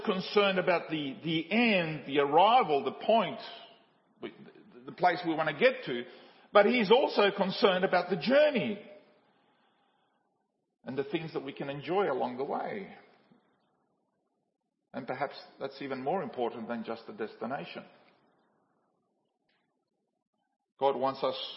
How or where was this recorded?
large echoing room